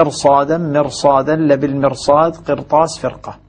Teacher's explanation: هذه الخمس كلمات في القرآن الكريم الراء لجميع القراء فيها مفخمة لا يتأتى ترقيقها، يشق على اللسان أن يرقق راء ثم بعدها حرف استعلاء.